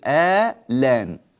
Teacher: ينقل حركة الهمزة إلى اللام، فبدلا من الآن يأخذ فتحة الهمزة وينقلها إلى اللام فتصير آلان